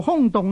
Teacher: 假如读做空洞呢，那呢就是一个平声一个去声呢，那呢就不合这个规律的了。 Don't 凝聚九十年的潮流文化，拥抱电台电视的黄金年代。我是李乐诗，光影流星，香港公共广播九十年，展品非常丰富，大家都来看吧。由而家至2019年2月25日，光影流星，香港公共广播九十年，香港文化博物馆举行。香港广播九十年。香港电台第五台香港暖流，健康是福，有强大的医疗团队，中西医内外全科兼备，360度全方位关心你。今个星期四的主题就是前列腺癌，星期五的主题是糖尿病。想把握机会问政，在健康是福环节打电话来1872312了。